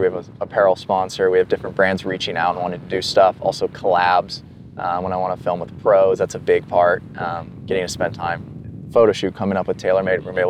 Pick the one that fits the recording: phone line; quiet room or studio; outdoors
outdoors